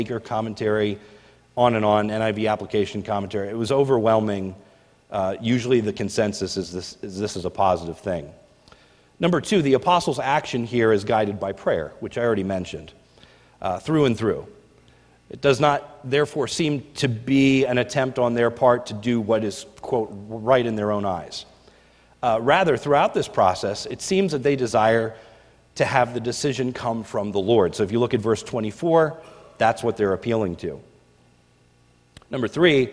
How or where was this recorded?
large echoing room